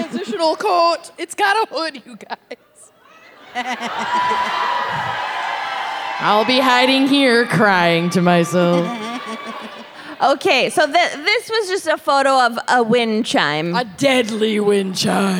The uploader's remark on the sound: LIVE from Thalia Hall